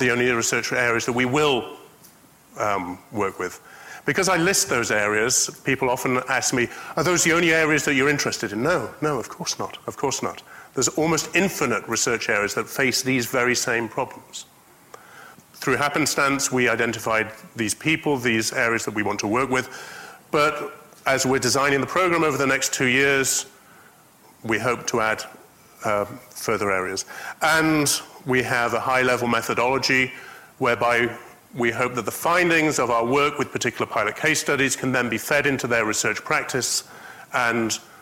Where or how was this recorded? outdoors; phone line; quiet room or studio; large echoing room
large echoing room